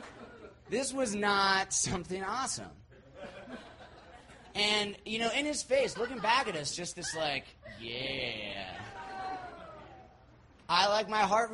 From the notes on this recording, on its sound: These stories were recorded at The Deer Pile on September 19th, 2013 by our good friends at The Denver Diatribe .